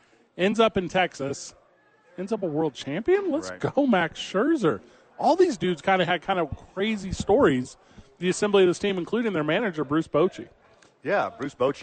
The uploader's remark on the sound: live from Sadies for TNF.